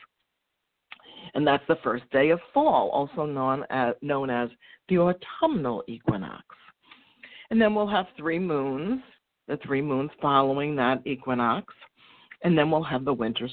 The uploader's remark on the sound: Sometimes she opens up the phone lines to take a caller!